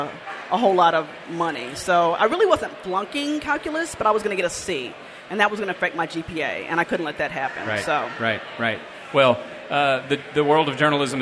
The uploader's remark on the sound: Before a live audience at an OAM Network fundraiser earlier this month.